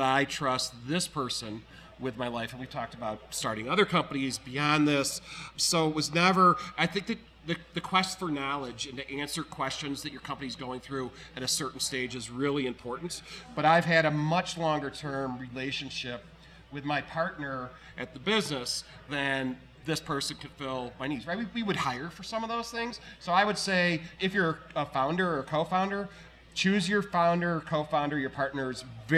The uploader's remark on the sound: We’re still at Twisted Pine. Taking questions on a number of topics from our live audience of Leeds School of Business MBA students.